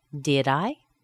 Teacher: Okay, when we use regular verbs in the past tense, then we use the past of do, which is did. So here's the rising intonation with did.